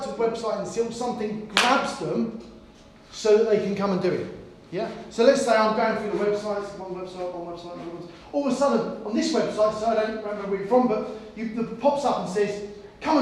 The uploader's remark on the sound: During the RYA Training Conference in Feb 2020, we delivered a presentation